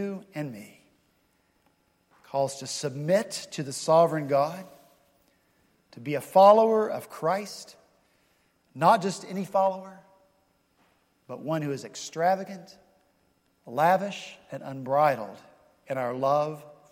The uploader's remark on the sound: this past Sunday, March 20 at Redeemer Presbyterian Church in Charleston, SC